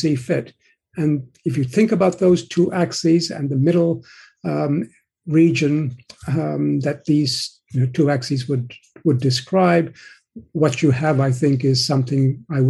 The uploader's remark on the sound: Today, we’re bringing you the audio from a recent webinar we co-hosted with the Classical Liberal Institute on the current immigration debate.